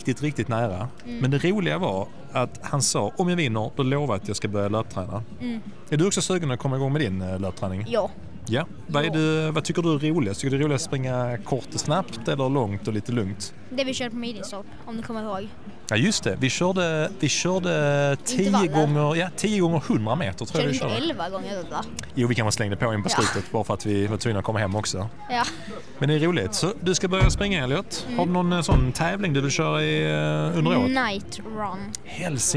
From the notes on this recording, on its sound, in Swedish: Direkt från invigningen av nya KIA Center hos Hedin Bil i Helsingborg snackar vi lite om tävlingssäsongen som kommer och hugger två löpare på plats.